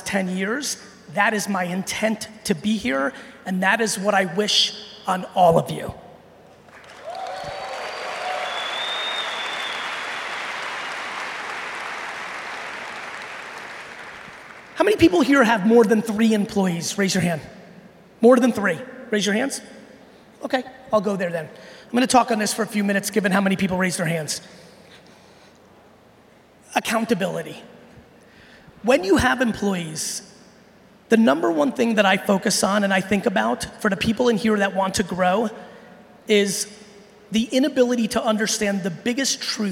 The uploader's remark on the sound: I'm sharing a keynote I gave recently in Brazil